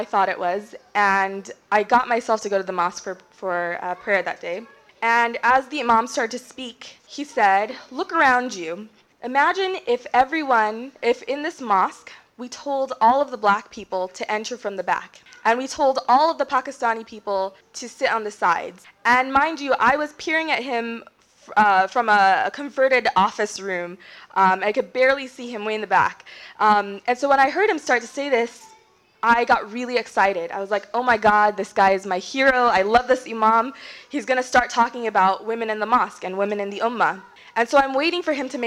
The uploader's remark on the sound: During dinner, the audience participated in a fun trivia game about famous women in Islam; the game was informative and created a lot of laughter in the room when it came down to the final two contenders!